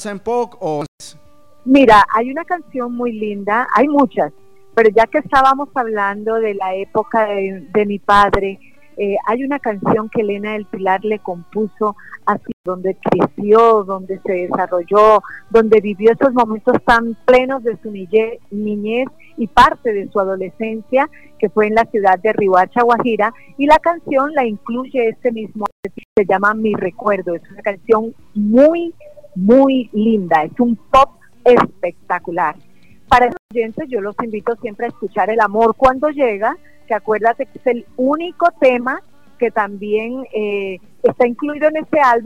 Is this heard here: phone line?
yes